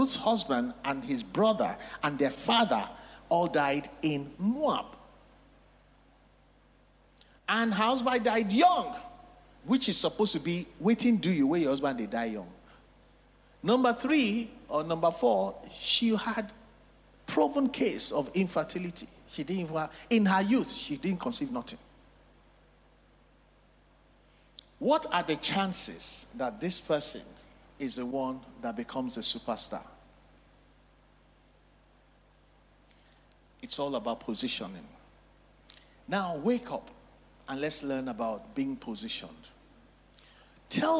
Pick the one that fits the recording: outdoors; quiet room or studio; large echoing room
large echoing room